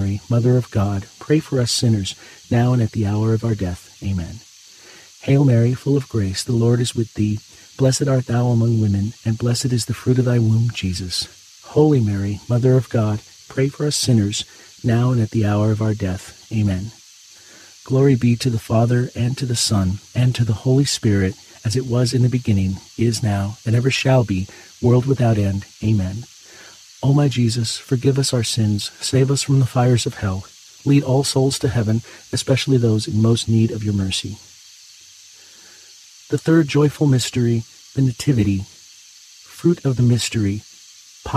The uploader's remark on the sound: Get closer to nature and enjoy the soothing outdoor sounds of cicadas singing on a warm summer night alongside this Saturday rosary.